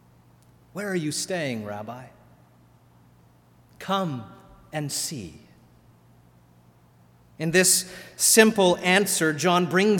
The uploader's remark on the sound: Sermon delivered at All Saints Kingsway.